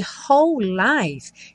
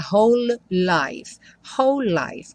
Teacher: E whole life tem uma junção também aí dos dois L's, né? Então você não fala whole life, whole life, como um L só.